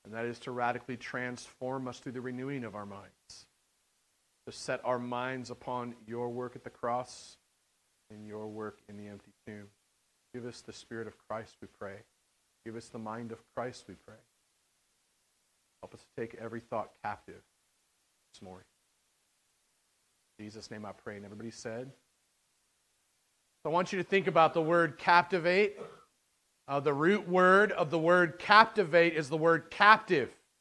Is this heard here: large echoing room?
yes